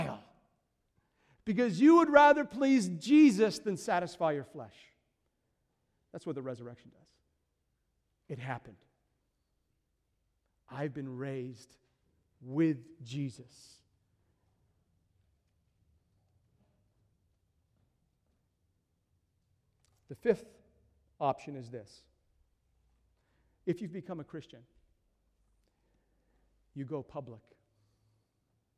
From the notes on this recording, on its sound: These are the 4 sermons preached during Passion Week 2015 at Christ The King Church in Kenosha, WI.